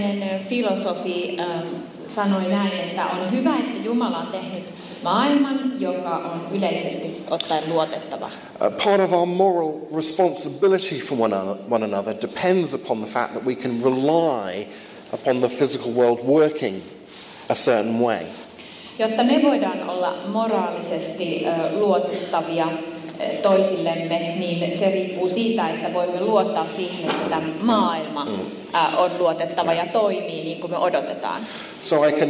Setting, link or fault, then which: setting, live audience